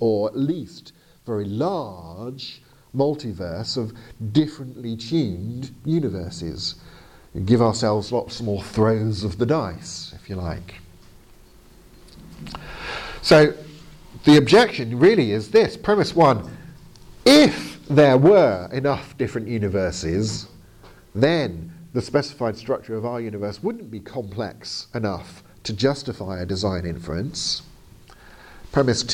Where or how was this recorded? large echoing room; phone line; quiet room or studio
large echoing room